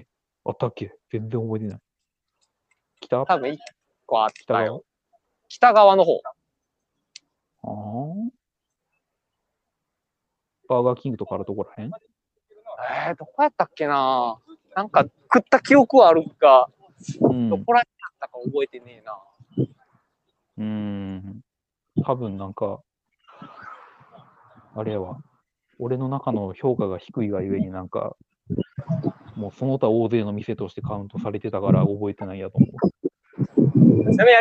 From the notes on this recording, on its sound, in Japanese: 野外収録のため、一部音声に聞き取りにくい部分がございますがご了承ください。